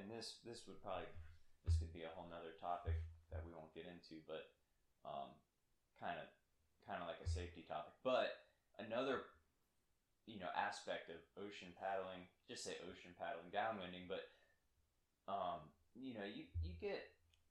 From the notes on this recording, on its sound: Sorry for the audio quality...